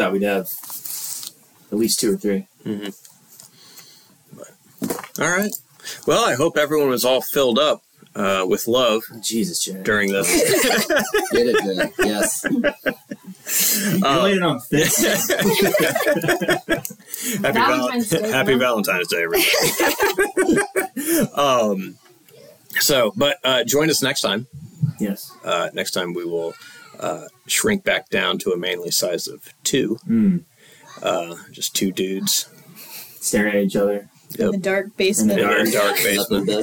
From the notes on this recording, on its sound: Apologies for the audio quality.